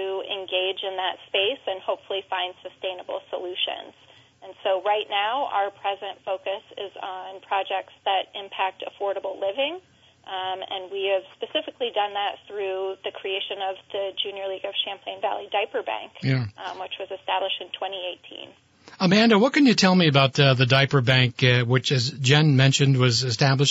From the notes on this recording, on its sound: open phone lines